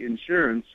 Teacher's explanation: I grew up in Montana where we would say insurance with the emphasis on the second syllable